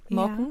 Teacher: Also in Schleswig-Holstein sagt man in den meisten Regionen eher morken, also machen, morken mit so einem eher offenen A.